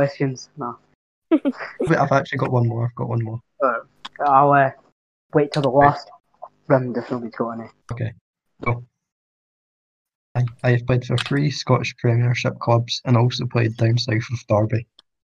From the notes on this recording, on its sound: the audio in this episode was quite weird for some reason